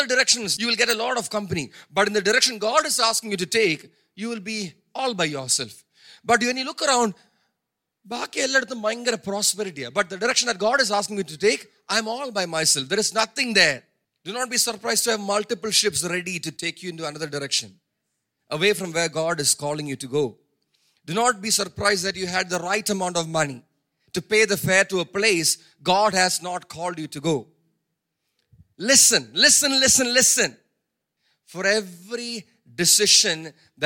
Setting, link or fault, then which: setting, large echoing room